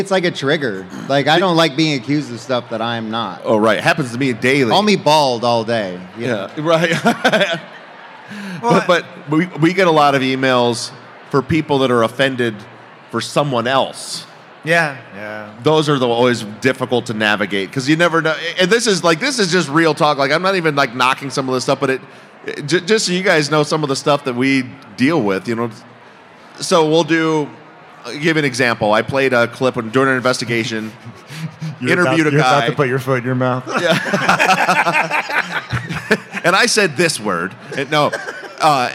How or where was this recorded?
live audience